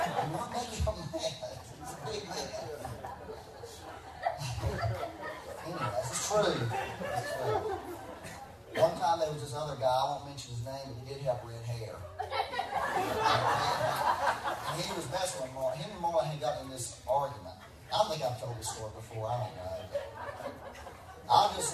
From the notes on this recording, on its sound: Please excuse the poor quality. We had some technical difficulties recording this Sunday.